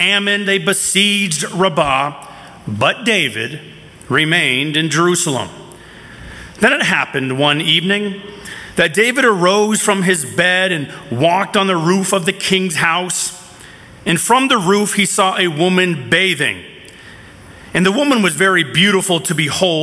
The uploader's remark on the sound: from the 2023 Southwest Men's Conference, No Surrender